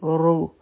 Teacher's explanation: په را باندې دمه ده نو را به غټه وایي